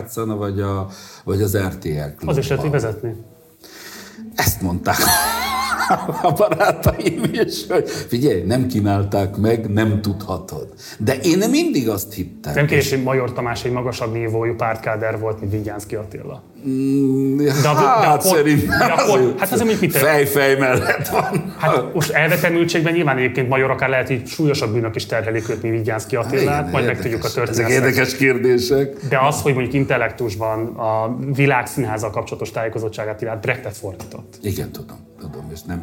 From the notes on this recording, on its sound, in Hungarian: egy marosvásárhelyi kávézóban rögzített adásában